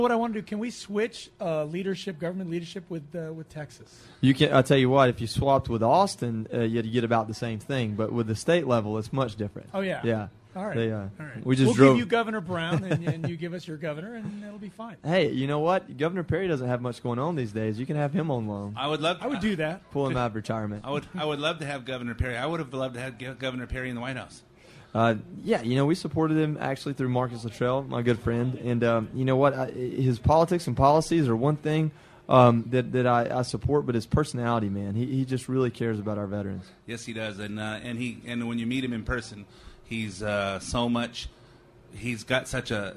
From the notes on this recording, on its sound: LIVE from the Pushups For Charity event at WCC Loans